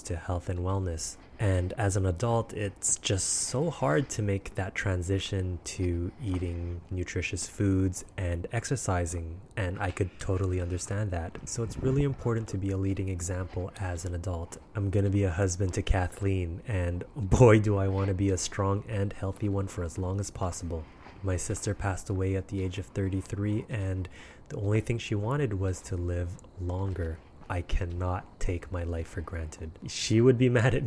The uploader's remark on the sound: Autumn Walk N' Talk